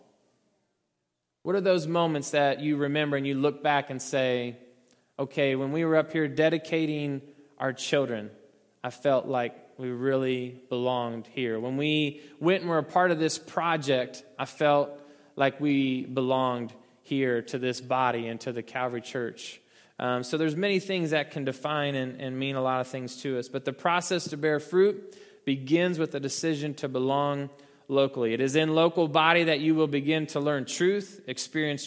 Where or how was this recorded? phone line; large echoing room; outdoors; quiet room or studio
large echoing room